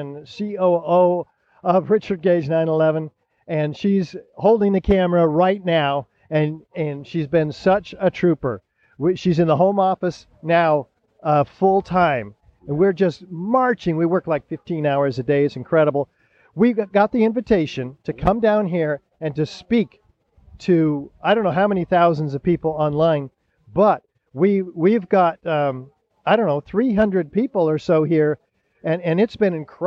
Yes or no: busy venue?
yes